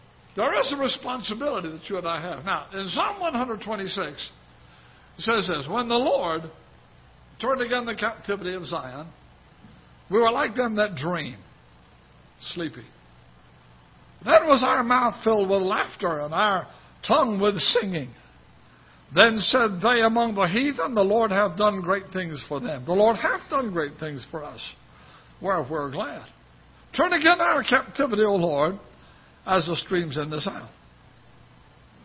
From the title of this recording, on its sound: Ketha Heights Baptist Church ~ Live Broadcast